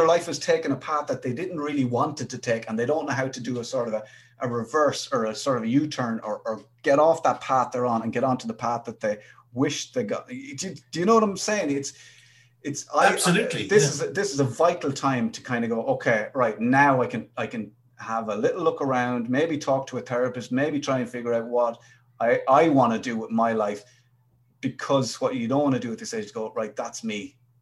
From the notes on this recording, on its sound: We chat over Zoom.